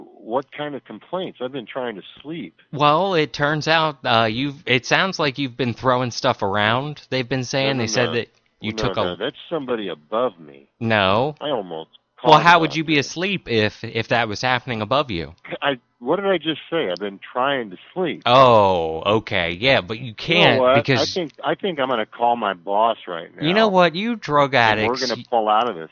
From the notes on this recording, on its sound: …'s Personal Prank Phone Calls Collection.